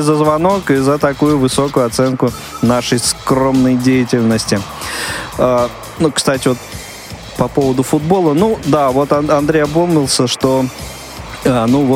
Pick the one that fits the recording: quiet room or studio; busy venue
busy venue